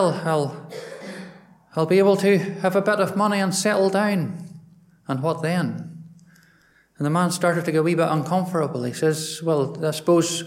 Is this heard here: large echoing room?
yes